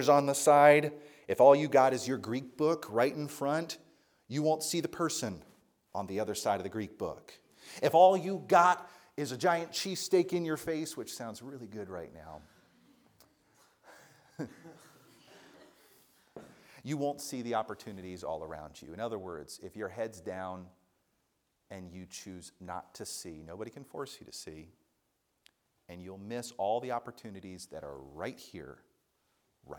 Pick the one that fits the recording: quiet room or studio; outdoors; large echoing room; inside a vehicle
large echoing room